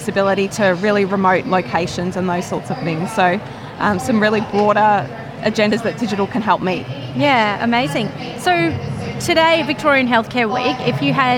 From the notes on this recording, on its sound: recorded at Victorian Healthcare Week 2023